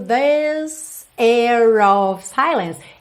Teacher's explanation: Entre o air e o of, ela enrolou o R para poder ligar no of, ok? Nessa vogal aí.